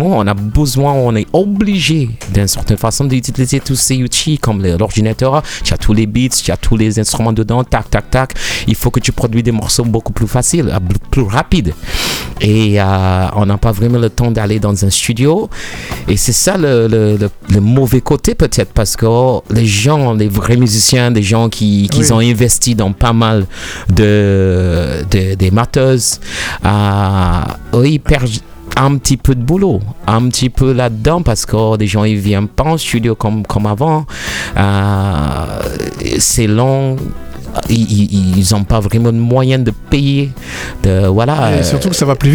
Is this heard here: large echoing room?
no